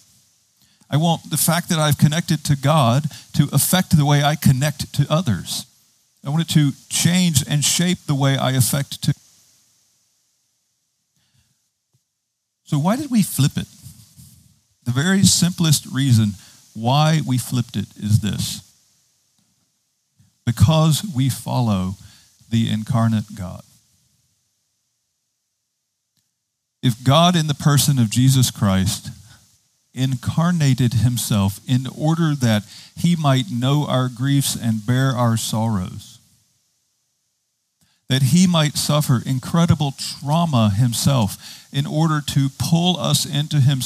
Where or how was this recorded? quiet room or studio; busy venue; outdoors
outdoors